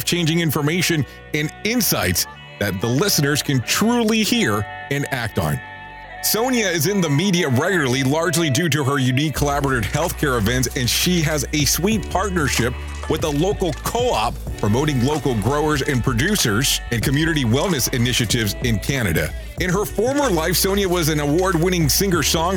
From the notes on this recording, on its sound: as you and I are on the phone together